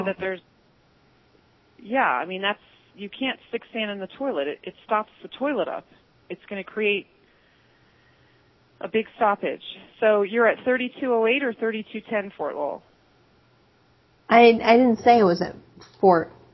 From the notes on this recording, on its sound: Prank Phone Calls